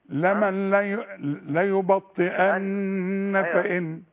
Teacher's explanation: النون مشددة غنة حركتين